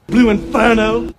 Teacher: Southern English accents are non-rhotic. You leave the R sound out after a vowel in a word like inferno.